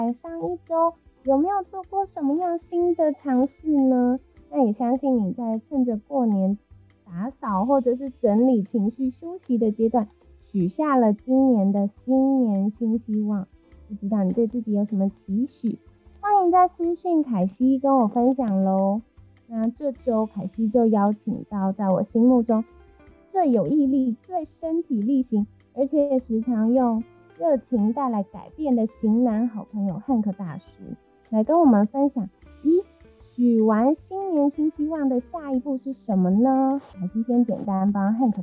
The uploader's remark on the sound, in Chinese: 本集採遠端錄音，音質上可能有些雜音